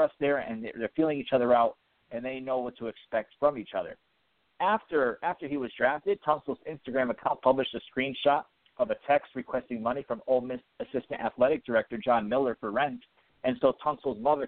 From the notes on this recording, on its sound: We'll also be taking live callers throughout the show and will be interacting with those on the Phinsider website.